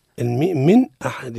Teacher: من أحد هنا عندنا النون فوقها سكون يعني غير مجرد إظهار، أي إظهار، لأنه أتى بعد النون الساكنة حرف من حروف الحلق الستة اللي هو الهمزة والهاء والعين والحاء والغين والخاء.